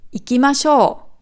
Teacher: Also bei Masho ist dann das Masho betont.